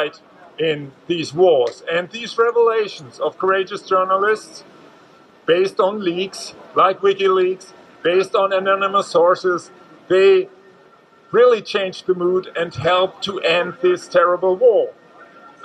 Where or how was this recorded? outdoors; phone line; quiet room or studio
outdoors